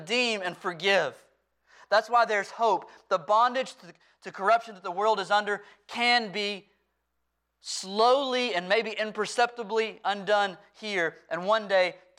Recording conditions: large echoing room